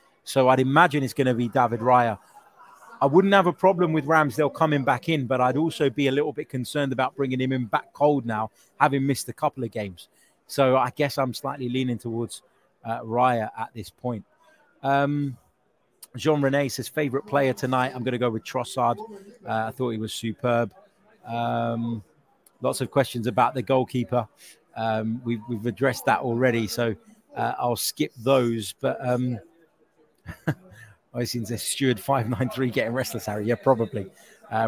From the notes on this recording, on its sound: Reaction live from Emirates Stadium.